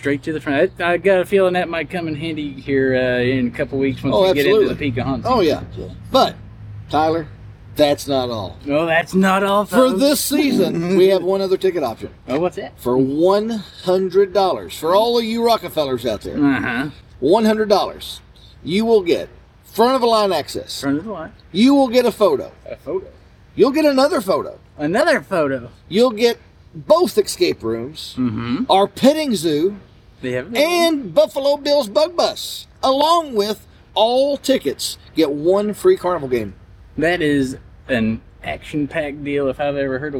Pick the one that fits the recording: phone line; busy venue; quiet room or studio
busy venue